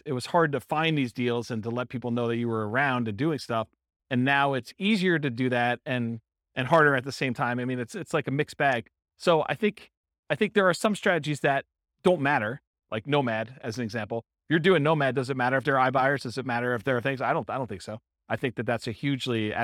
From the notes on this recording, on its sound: In Palm Bay, Florida. This was a live class recorded to give investors a solid qualitative overview of all the different real estate investing strategies.